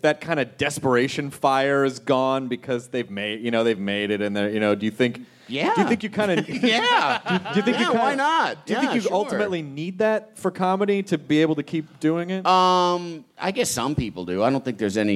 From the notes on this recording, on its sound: It's the fun filled live show from the Nokia Theater in downtown Los Angeles!